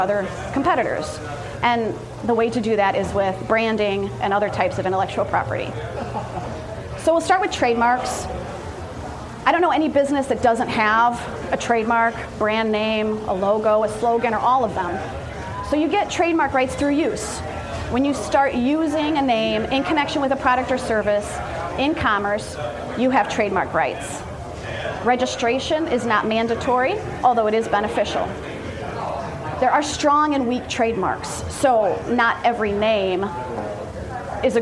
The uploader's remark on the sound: This recording is from a business networking event I hosted and produced a few years back.